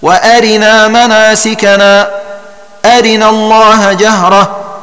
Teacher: بإشباع كسر الراء في الجميع